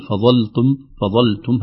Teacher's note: ترقيق اللام بعد الظاء المفخمة المطلقة تحتاج إلى عناية خوفا أن تطغى عليها الظاء فنقول فظلتم فظلتم هكذا لكن الصحيح فظلتم وهذا الشأن في كل